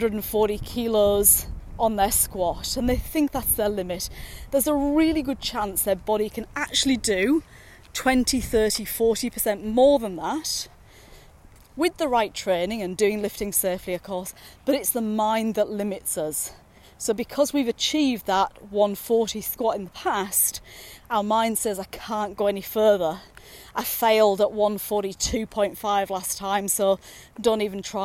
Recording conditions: outdoors